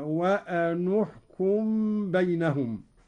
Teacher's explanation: قوله تعالى: وأن احكم بينهم بما أنزل الله، قرأ قانون بضم النون أولى الساكنين هكذا: وأن احكم بينهم.